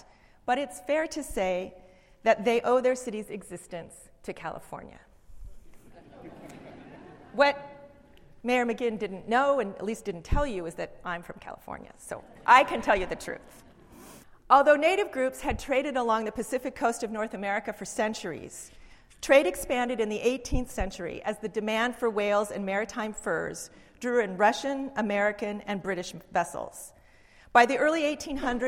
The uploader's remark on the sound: Speaks at University of Washington’s Kane Hall on January 27,2016 as part of the history lecture series “Excavating Seattle’s histories: Peoples, politics, and place.”